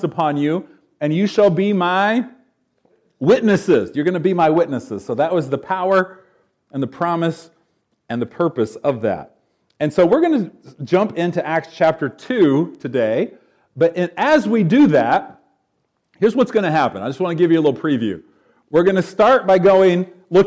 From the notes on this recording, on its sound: recorded on January 27, 2024, at Ringgold Seventh-day Adventist Church